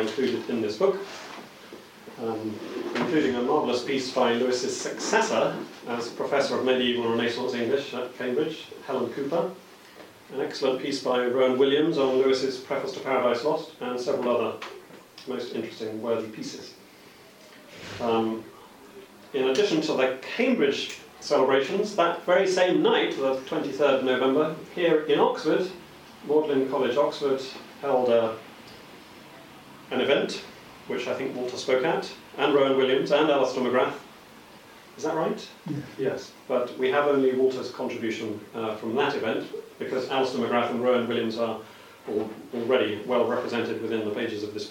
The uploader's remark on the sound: Official book launch at the Oxford C.S. Lewis Society. Recording from the official book launch.